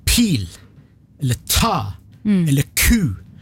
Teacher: Du må komme med noe som vi kaller for aspirasjon. Et pust som kommer etter lyden. Hvis jeg sier pil, eller ta, eller ku, så sier jeg ikke bare P-en og T-en og K-en, men jeg har et dualikt pust etterpå, sånn aspirasjonspust.